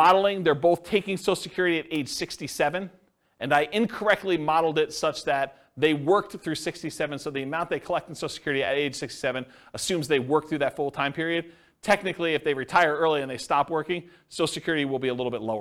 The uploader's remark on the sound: This was a live class recorded